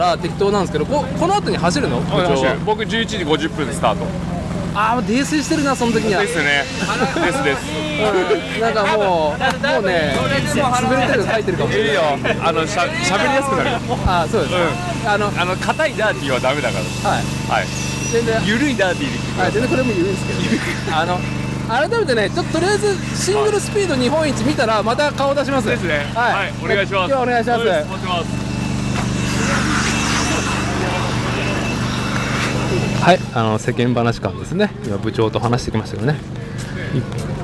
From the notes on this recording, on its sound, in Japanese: 屋外収録 シクロクロス全日本シングルスピード日本一決定戦で飲む。